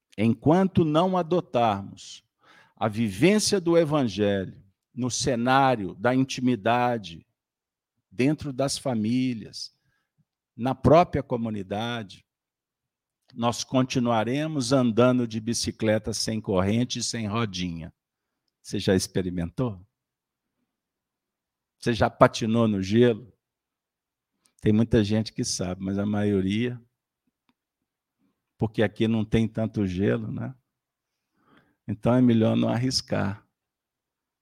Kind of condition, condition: setting, live audience